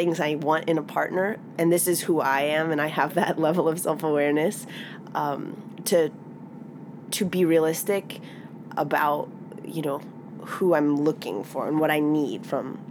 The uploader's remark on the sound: In an interview recorded on her tour bus outside of Lincoln Hall